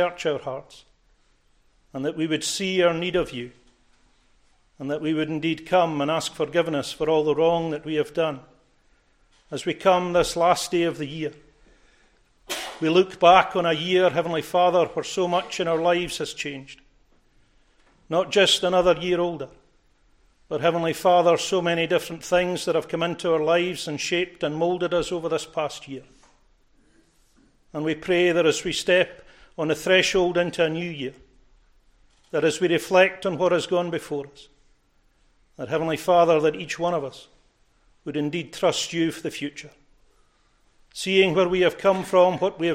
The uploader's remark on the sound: recorded at North Harris Free Church on the morning of Sunday, 31st December 2023